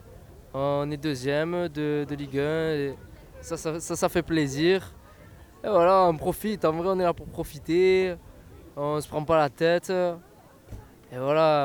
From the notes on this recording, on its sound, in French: Se sont fondues dans le décor du festival Clean My Calanques, festival qui a accueilli de nombreux invités et stands, le tout dans une ambiance zéro déchets.